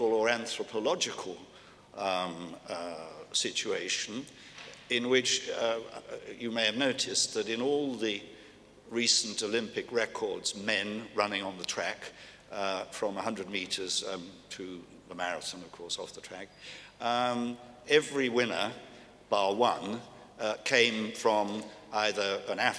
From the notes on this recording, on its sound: recorded at the 2000 International Achievement Summit in London